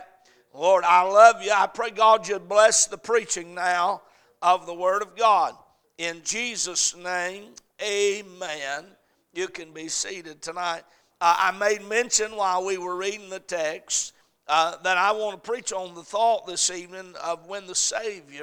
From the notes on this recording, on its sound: A message preached at Crossroads Baptist Church on Wednesday night